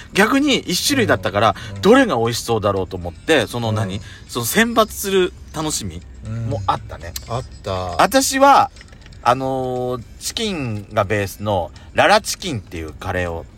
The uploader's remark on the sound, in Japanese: 2人組。パーキング収録。